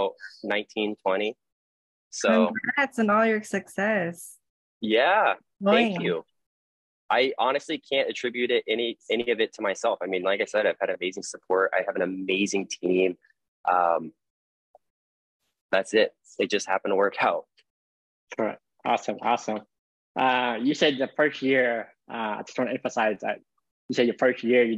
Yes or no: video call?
yes